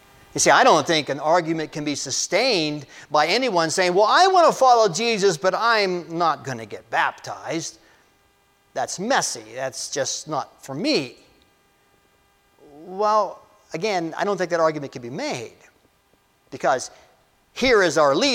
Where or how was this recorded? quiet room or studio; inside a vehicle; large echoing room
large echoing room